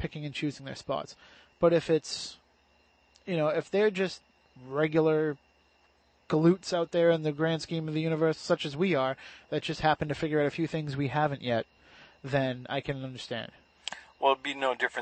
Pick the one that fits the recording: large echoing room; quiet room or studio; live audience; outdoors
outdoors